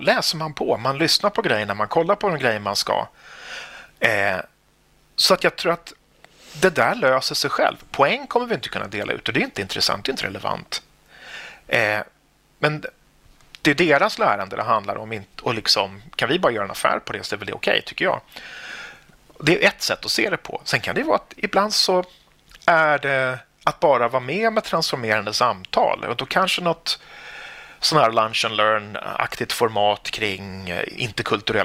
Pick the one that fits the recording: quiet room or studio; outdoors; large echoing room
quiet room or studio